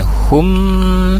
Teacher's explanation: ada mim bertemu mim, idgham mimi ditahan dulu, ada gunahnya